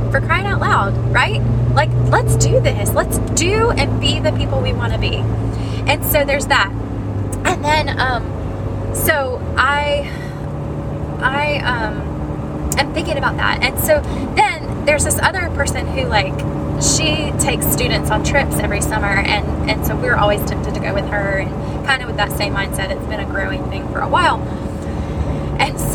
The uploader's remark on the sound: I finally pull in my driveway and the road noise quiets.